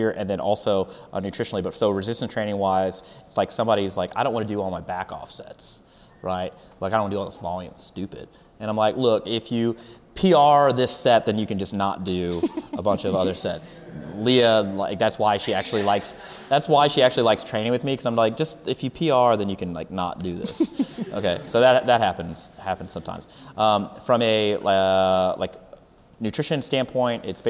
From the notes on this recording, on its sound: This is a Q/A recorded at our 2019 San Antonio Seminar on 3/30-3/31.